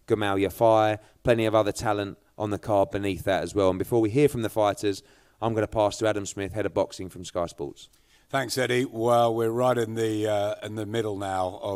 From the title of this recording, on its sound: Nov 2 launch press conference